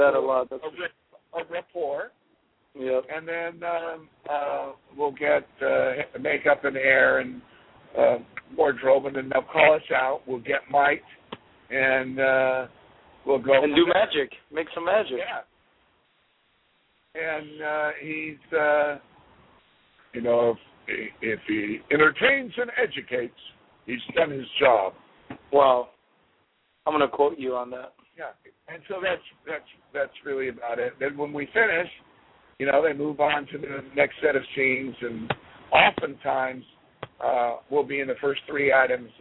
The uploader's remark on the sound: There will also be a special guest on the phone. We will be taking phone calls also.